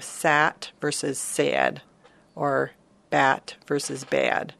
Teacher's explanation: Long Islanders can raise the vowel in some words with the A sound · Term: the bad vowel